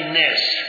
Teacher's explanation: دوري أبي عمرو بإمالة الناس